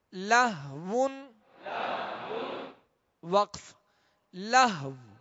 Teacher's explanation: آخر میں ہونٹ گول کر کے واو پر آواز اور سانس توڑ دیں گے · Term: واو کو ساکن